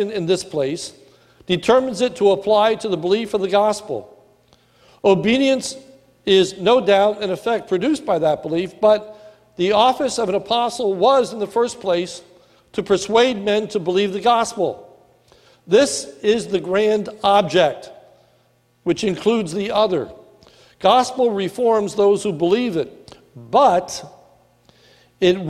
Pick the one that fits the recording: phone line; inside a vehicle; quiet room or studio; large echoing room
large echoing room